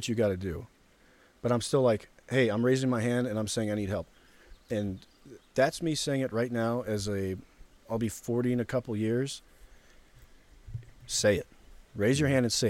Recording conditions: outdoors